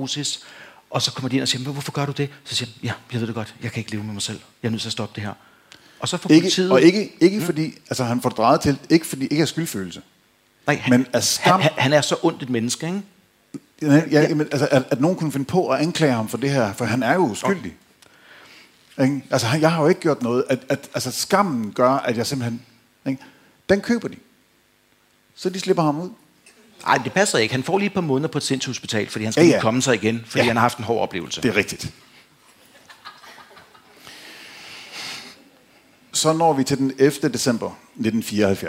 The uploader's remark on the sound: Live fra Krimimessen21